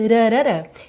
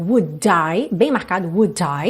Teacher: No inglês americano se faz muito isso. Esse D vira r, que é um contato muito rápido da língua com o céu da boca. · Shown in: first take